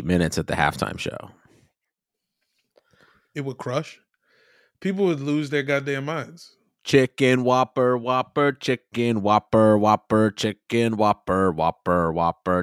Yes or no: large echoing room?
no